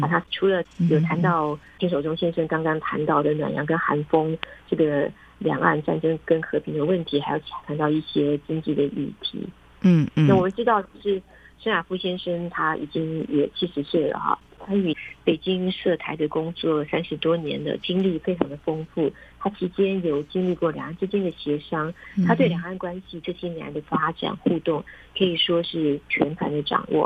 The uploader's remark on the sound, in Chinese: 連線訪問中央社駐北京記者